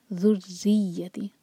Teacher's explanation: را جو ہے وہ کسرہ کے ساتھ ہے تو وہ باریک ہوگا ذریتی ذر نہیں پڑھنا اس کو ذریتی تی دوہرے کا یہ